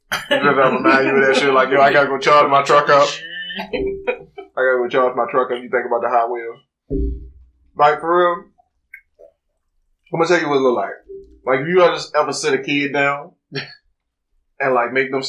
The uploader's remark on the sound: We would like to apologize for the quality. We had some technical difficulties.